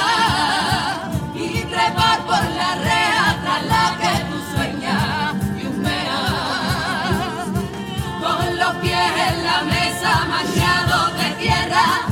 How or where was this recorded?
live audience